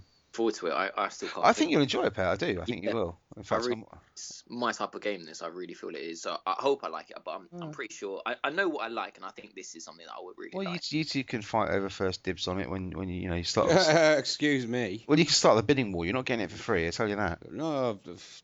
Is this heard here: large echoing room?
no